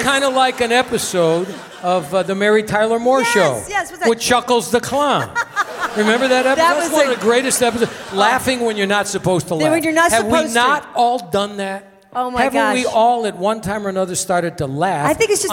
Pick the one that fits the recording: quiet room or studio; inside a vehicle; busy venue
busy venue